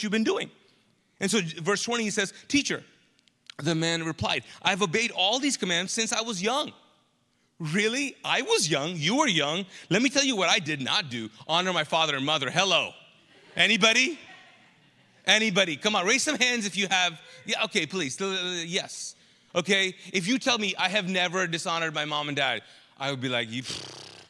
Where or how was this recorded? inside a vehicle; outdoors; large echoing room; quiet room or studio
large echoing room